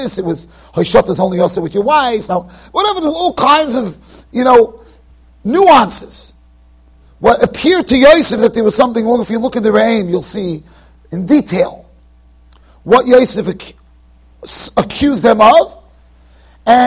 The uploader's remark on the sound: Shiur recorded in Yeshivas Ohr Reuven, Monsey NY.